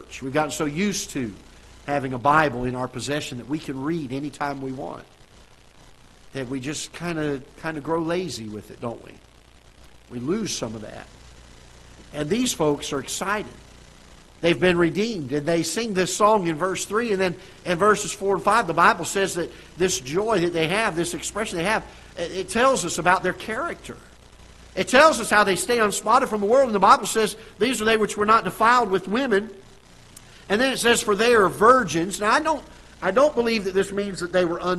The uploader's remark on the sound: Ketha Heights Baptist Church ~ Live Broadcast